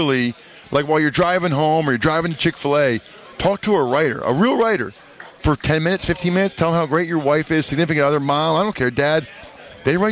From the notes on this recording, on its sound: joins the show at Radio Row from the Army/Navy Game